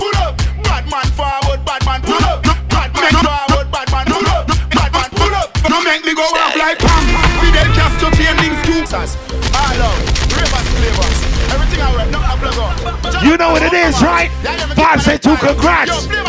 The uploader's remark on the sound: club settingz